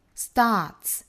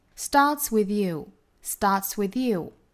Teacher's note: 这个 start 加上 s,尾部呢读成 ts